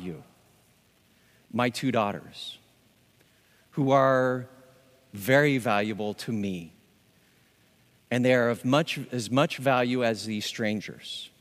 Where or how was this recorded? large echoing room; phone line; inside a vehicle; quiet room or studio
large echoing room